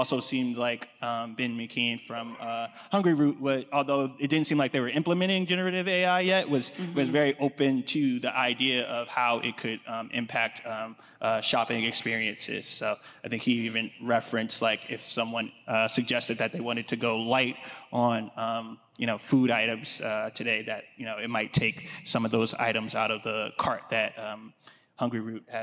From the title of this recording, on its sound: Groceryshop 2023 Recap Live From Las Vegas